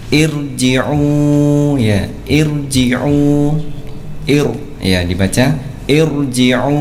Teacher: Pada jilid yang kelima halaman 22 di situ disebutkan, ya, tafkhimur ra ba'da hamzatil wasli, menebalkan ra, ya, setelah hamzah wasal, ya. Ra dibaca tebal, ya, setelah hamzah wasal meskipun hamzah wasalnya dibaca kasrah